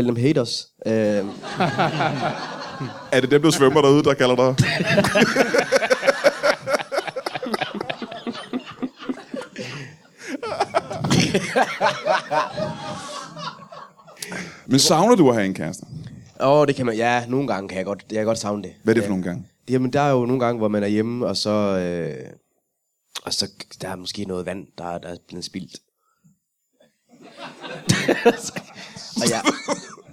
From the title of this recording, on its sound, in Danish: LIVE fra Zulu Comedy Festival